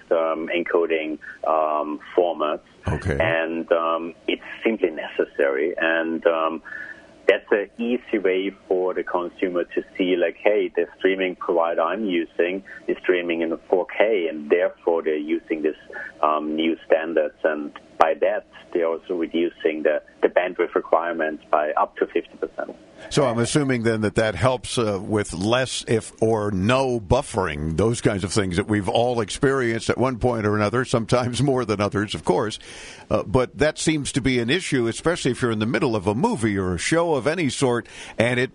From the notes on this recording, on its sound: Benton, Louisiana listens on 710 KEEL – calling in via the App.